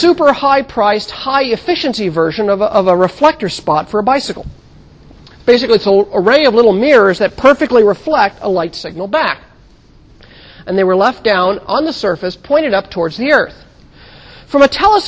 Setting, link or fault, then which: setting, large echoing room